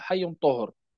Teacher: الحاء والياء والطاء والهاء والراء تمد بمقدار حركتين، وهي حروف ثنائية، بينما الحروف الأخرى ثلاثية ووسطها حرف مد.